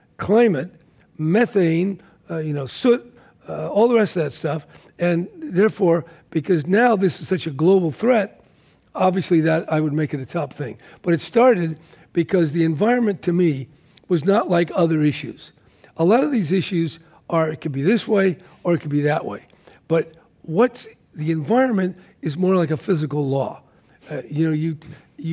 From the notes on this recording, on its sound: This program was recorded in front of a live audience at The Marines Memorial Theatre in San Francisco.